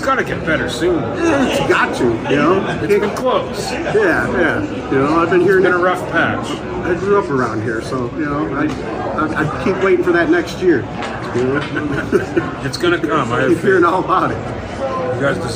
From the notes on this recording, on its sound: On this live version of Today's Boondoggle. Ventured out to the Cleveland Fan Expo.